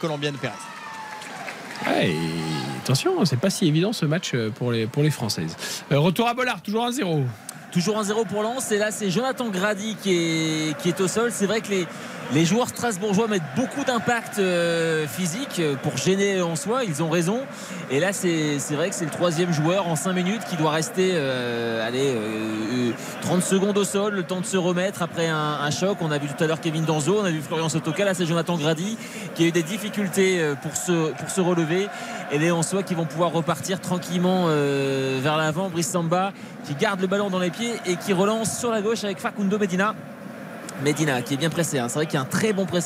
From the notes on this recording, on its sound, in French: en direct du stade Bollaert